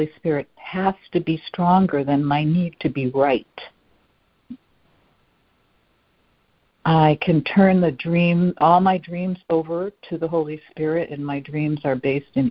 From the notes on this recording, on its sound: ACIM Daily Conference Call.